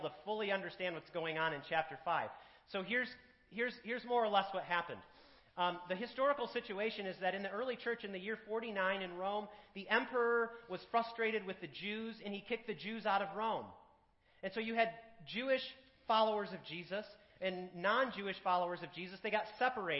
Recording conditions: large echoing room